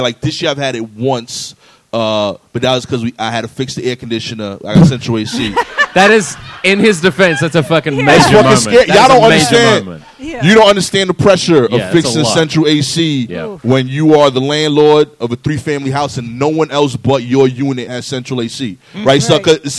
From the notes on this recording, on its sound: Live show monthly at KGB Bar in NYC.